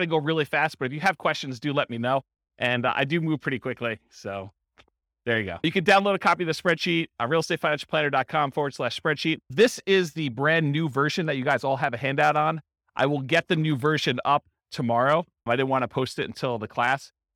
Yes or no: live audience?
yes